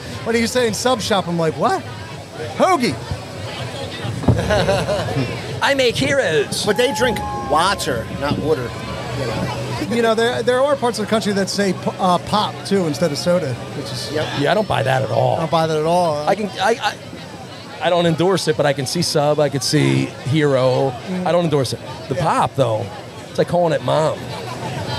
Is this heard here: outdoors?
yes